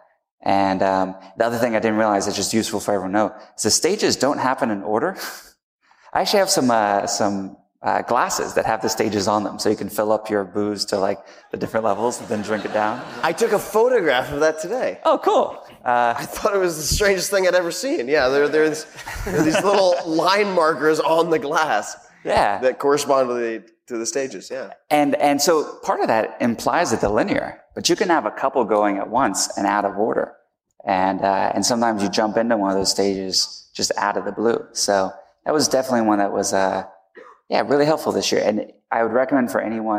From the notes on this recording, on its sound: My first live podcast in New York City was recorded at the 92nd Street Y to a sold-out crowd of about 900 people. This episode comes from The Random Show segment of the evening.